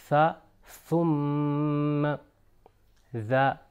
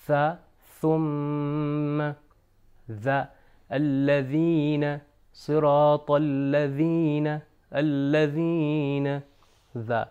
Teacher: ان دونوں لیٹرز کے اندر زبان جو ہے اوپر اور نیچے والے دانتوں کے درمیان میں آ جائے گی، یعنی اوپر والے دانتوں کے نیچے والے حصے پر لگ کر یہ دو لیٹرز ادا ہوں گے.